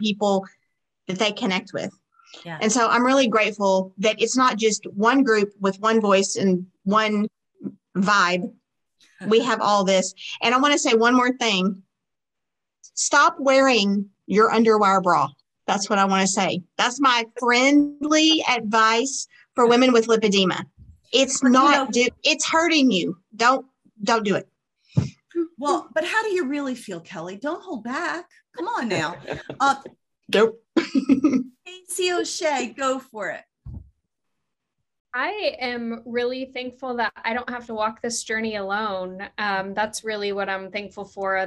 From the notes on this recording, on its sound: We pulled up some extra chairs to the virtual table as our panelists each brought a special friend along.